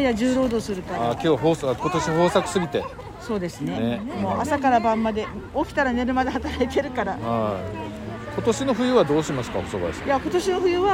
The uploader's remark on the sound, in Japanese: 石山朝市に出店！現場よりお送りします。